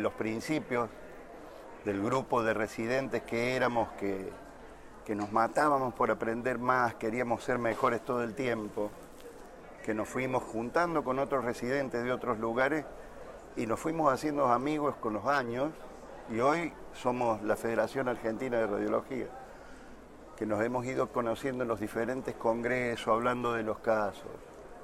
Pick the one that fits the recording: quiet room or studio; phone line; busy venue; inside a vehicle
busy venue